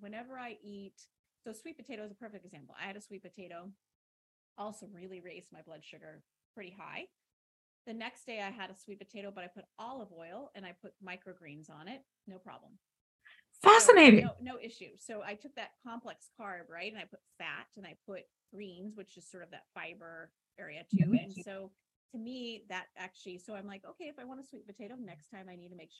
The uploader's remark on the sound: Despite our high standard for great recordings, we had some difficulties with the sound on this interview. We have tweaked the dials to get the sound as good as possible.